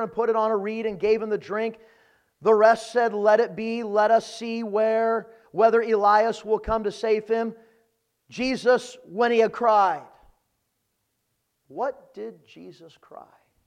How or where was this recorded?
large echoing room